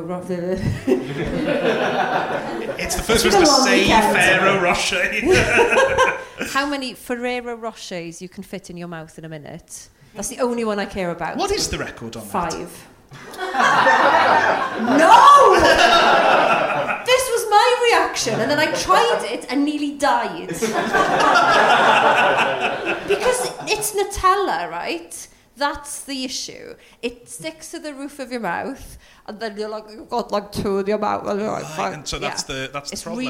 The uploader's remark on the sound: it was all live at the Aberystwyth Comedy Festival.